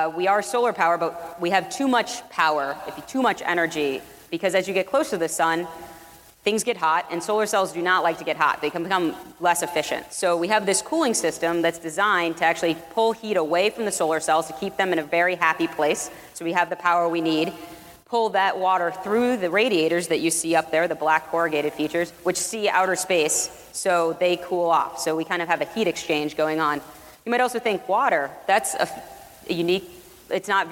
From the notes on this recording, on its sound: a talk from earlier this year from the South by Southwest Music Festival